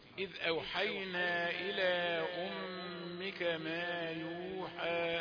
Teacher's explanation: على المهل علشان الغنة في أمك بمقدار حركتين